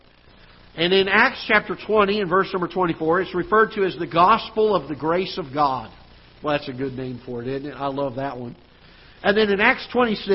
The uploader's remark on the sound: Ketha Heights Baptist Church ~ Live Broadcast